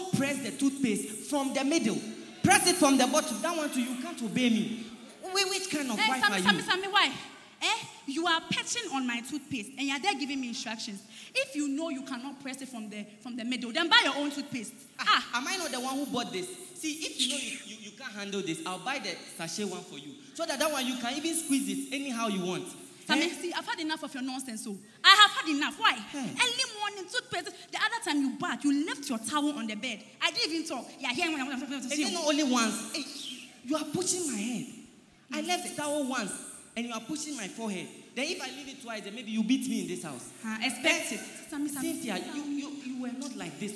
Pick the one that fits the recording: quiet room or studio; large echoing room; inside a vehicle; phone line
large echoing room